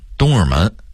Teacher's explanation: 东直门的直字也容易被东的音给吞了，直字的发音含糊不清